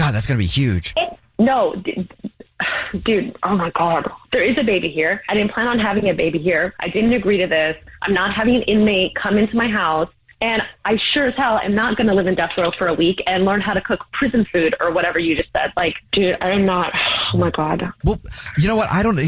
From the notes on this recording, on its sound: Phone Prank